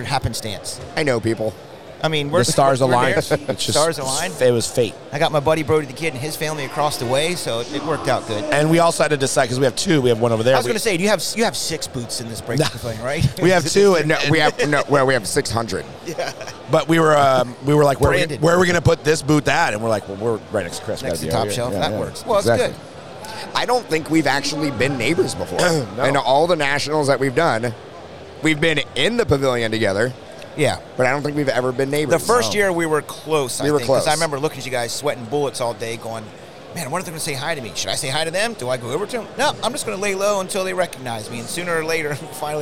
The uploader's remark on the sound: LIVE at the 2022 The National Sports Collectors Convention!